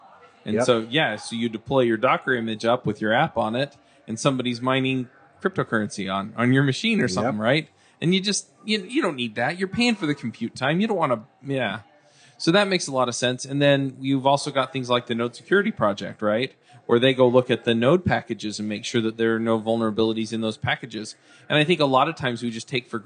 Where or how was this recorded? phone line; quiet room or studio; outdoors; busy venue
busy venue